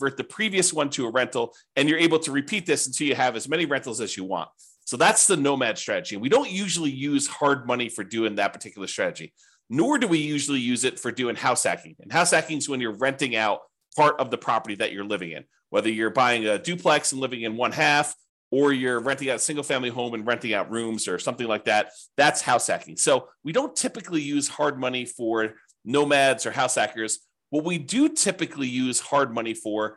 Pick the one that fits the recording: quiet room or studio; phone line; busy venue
quiet room or studio